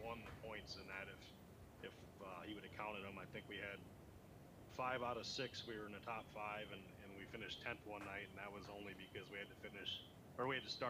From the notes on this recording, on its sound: Editing has not been my friend i again dropped the ball on my end with the audio and have spent the last few days trying to salvage the episode and this is the best i got.